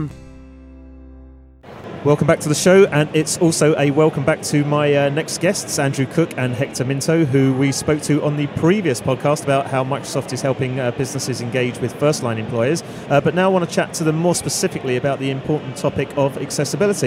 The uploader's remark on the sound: recorded in partnership with Microsoft from their Future Decoded event in ExCeL, London